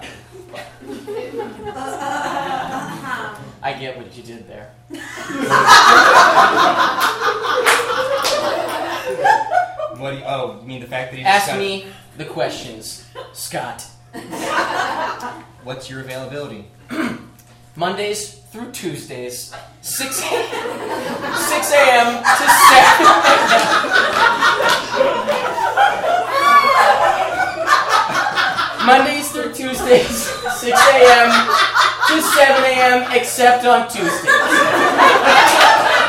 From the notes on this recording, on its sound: Pity Applause performs live improv comedy every other Friday in Brooklyn, NY!